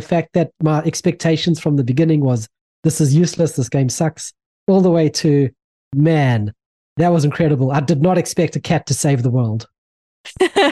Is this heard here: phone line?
no